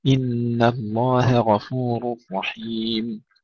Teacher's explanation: ترقيق الهاء في لفظ الجلالة مع فصلها عن الغين، ترقيق الهاء وتفخيم الغين